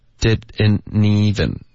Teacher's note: didn't 后面特的音会省略，然后直接连读，那就变成 didn't even。听到了吗？对，didn't 跟 even 连读，didn't even。对，听到了吗？didn't even。这两个字这样连读的时候很难能听懂，OK？所以就是自己要练着说，你多说你就更容易能听懂了。You didn't even. I didn't even. They